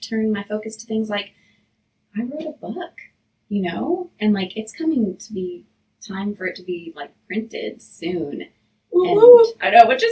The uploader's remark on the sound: we apologize for the technical difficulties with sound in this episode.